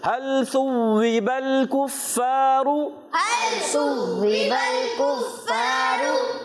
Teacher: کفارو کفارو کاف کو باریک رکھنا ہے، فا پر تشدید آگی، فا کی ادائیگی کلیئر رکھیں گے، را پر پیش آنے کی وجہ سے پر ادا کریں گے